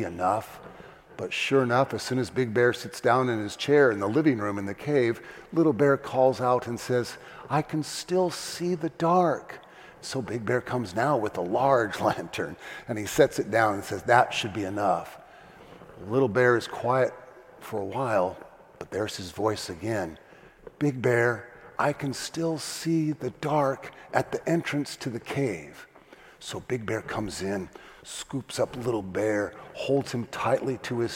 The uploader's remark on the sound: First Community Church. Delivers his Christmas Eve Sermon "Rejoice" from the 9PM Festival of Lessons and Carols Service.